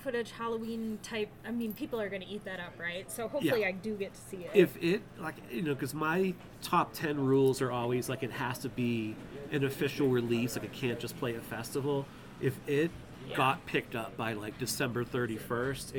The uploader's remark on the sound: Dispatches From TELLURIDE HORROR SHOW. We snagged some coffee and breakfast burritos while taking in the mountain air.